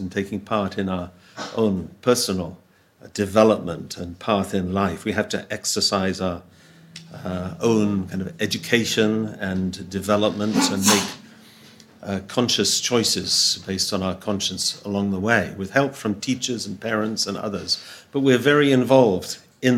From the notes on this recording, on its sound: Audio from a sermon in Hatch End